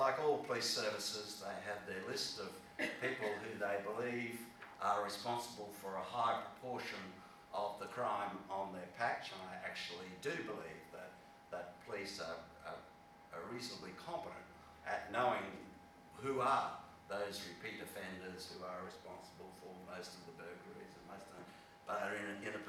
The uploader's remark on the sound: at the Restorative Practice Forum NI International Conference that took place in Belfast in 2019